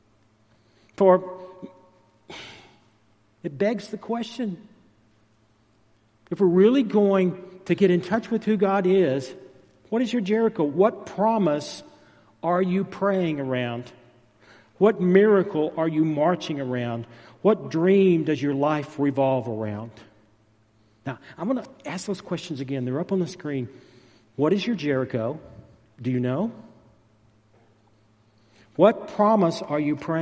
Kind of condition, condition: setting, large echoing room